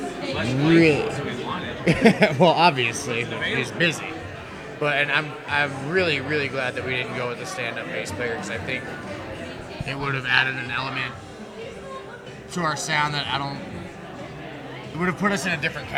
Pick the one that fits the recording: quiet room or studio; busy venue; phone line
busy venue